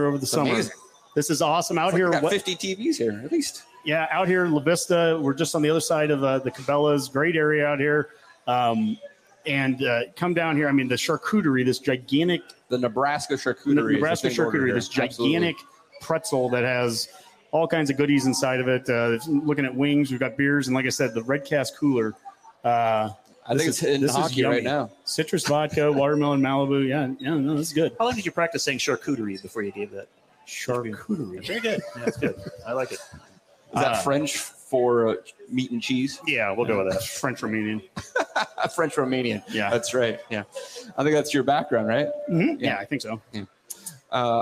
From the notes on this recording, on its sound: REDCAST LIVE! From the Hail Varsity Club. Had a blast going live in front of a studio audience at the Hail Varsity Club in La Vista, NE.